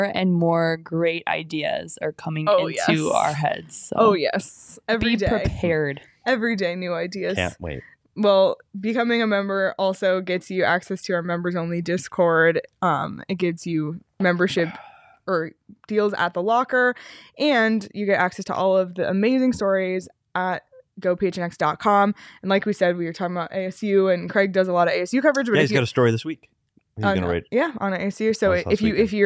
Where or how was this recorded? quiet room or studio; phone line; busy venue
quiet room or studio